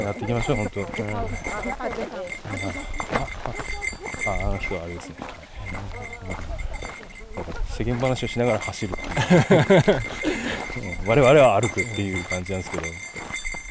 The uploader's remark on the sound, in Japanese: OMM JAPAN 2022 奥美濃の様子を競技中に録音してきた真空パック的な回で。